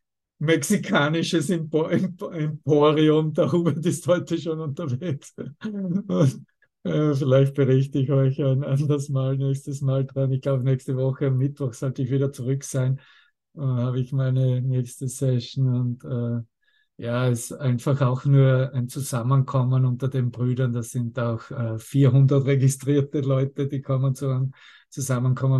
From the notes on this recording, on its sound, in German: Zoom-Session. Veranstaltet von der Aleph Akademie.